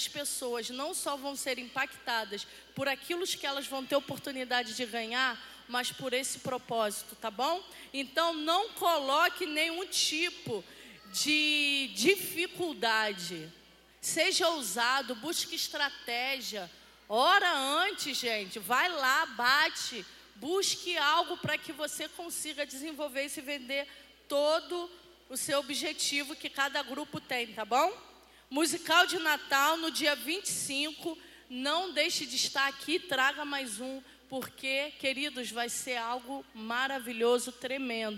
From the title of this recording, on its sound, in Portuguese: CULTO DE DOMINGO